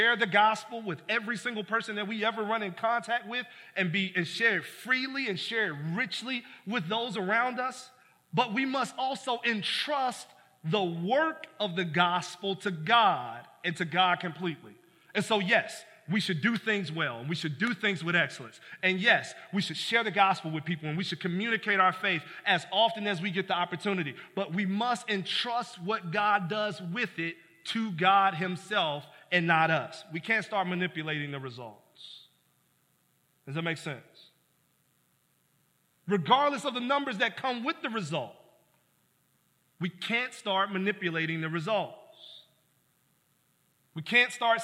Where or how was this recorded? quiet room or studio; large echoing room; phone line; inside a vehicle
large echoing room